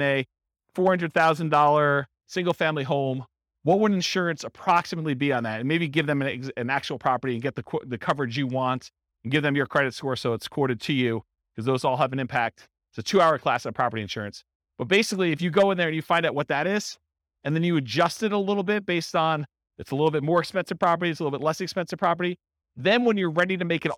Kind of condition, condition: setting, live audience